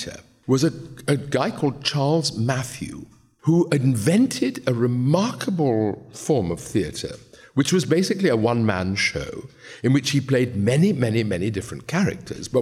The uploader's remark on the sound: This event was recorded on 11 July 2023 as part of Sotheby’s Book Week.